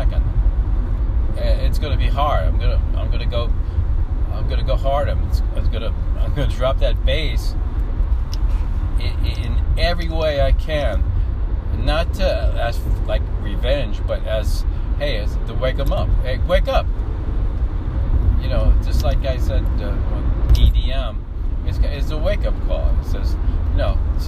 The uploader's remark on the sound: Talking while driving